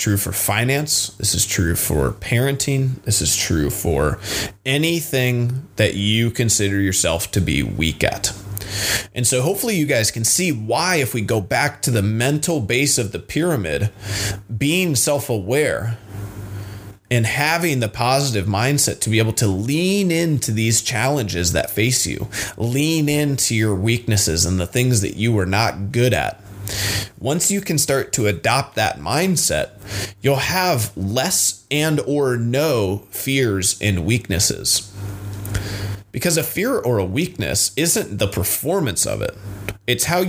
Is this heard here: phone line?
no